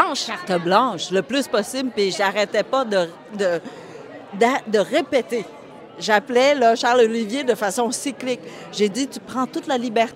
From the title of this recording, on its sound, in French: En direct du tapis rouge de la première du film Ru